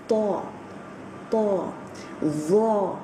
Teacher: you're saying them in a very round-mouthed kind of way. You're saying them with as if there is, again, that candy or toffee that we were talking about in saw and law.